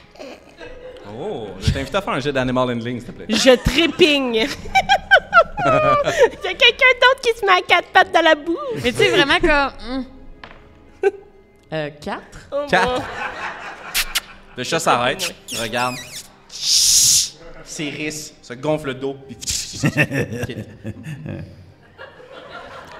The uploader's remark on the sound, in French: En direct du Centre des Arts Populaires de Nicolet. Se réunir autour d'une même table physique en vrai de vrai pour un épisode LIVE. CAPTATION EN LIVE RÉALISÉE PAR COUP CRITIQUE (avec les limites que ça comporte).